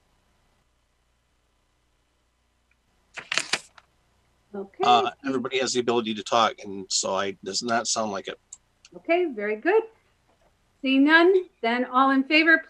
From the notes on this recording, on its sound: This was an online Zoom webinar